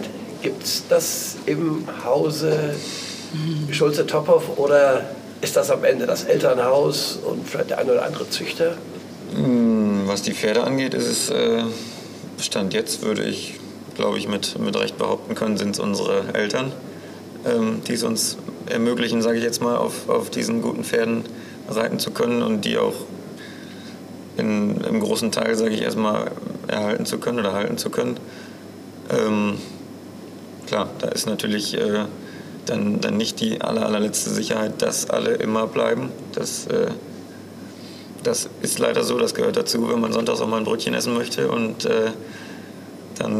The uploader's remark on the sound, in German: Dieses Gespräch wurde im Zuge des AGRAVIS-Cups im Januar 2024 in Münster aufgenommen.